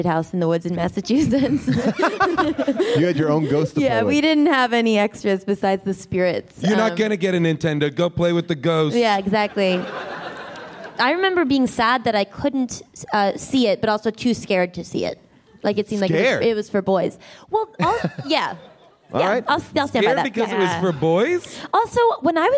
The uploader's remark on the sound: LIVE at Bumbershoot!